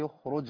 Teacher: حد هيقول لي طب الخاء هنا المفروض انها حرف ضعيف لانها سكنت وقبلها مكسور، لكن عندنا ماده اخراج، كلمه اخراج ومشتقاتها كلها في القران قراها النبي صلى الله عليه وسلم بتفخيم الخاء في الكلمه دي بس.